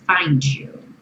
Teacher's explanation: Find you pode virar find you, como se fosse um DJU